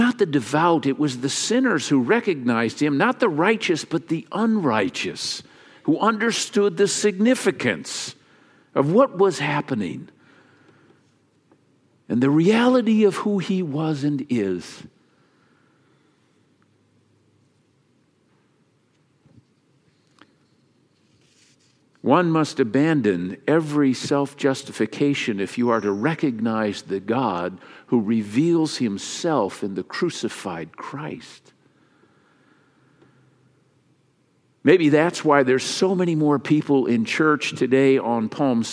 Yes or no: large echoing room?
yes